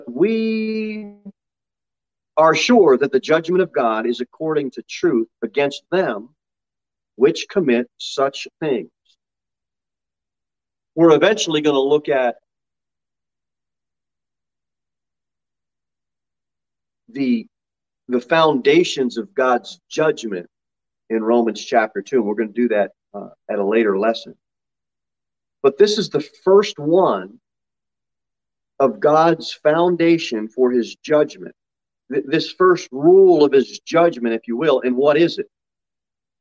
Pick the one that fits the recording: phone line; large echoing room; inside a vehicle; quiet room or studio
large echoing room